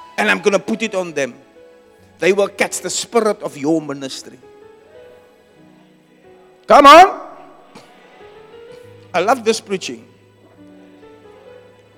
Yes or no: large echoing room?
yes